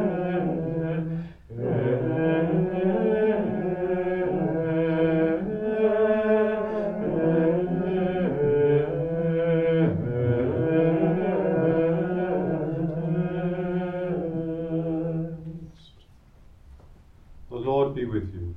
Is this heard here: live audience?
yes